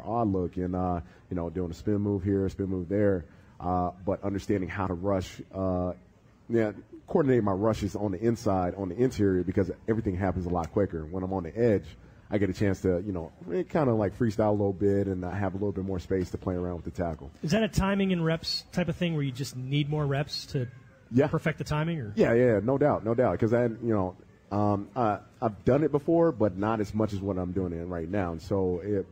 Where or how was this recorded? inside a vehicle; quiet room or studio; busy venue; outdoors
busy venue